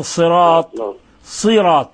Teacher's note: تفخيم الصاد وإخلاص الكسرة